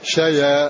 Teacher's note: أن ننقل حركة الهمزة إلى الياء ونحذف الهمز فنقول شيا، حركنا الساكن بحركة الهمزة ثم حذفنا الهمزة فنقول شيئا